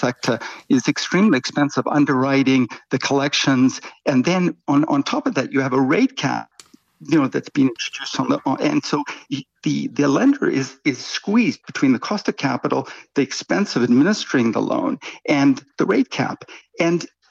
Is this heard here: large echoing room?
no